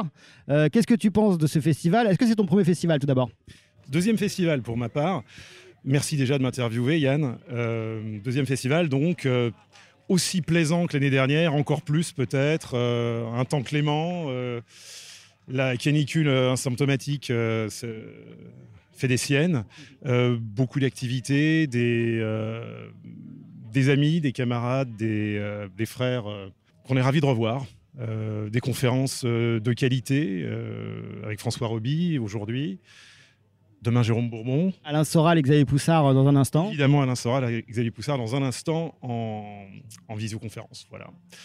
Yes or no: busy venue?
yes